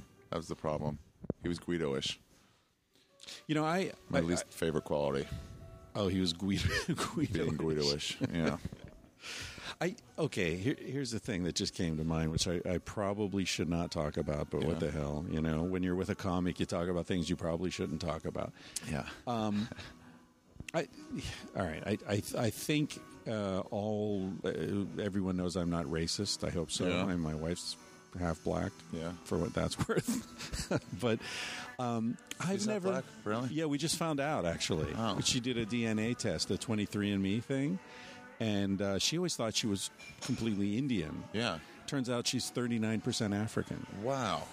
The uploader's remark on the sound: in the bar at The Jane Hotel, in the West Village